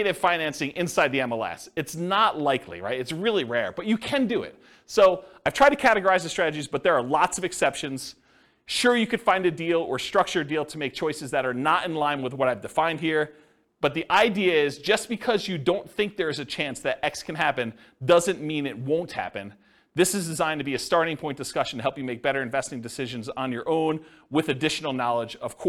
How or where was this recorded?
live audience